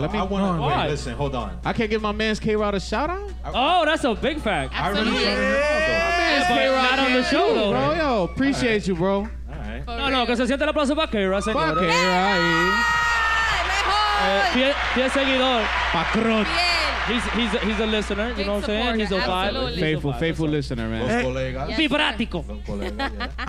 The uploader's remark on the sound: Season 4 finale live at Lugo Lounge in NYC!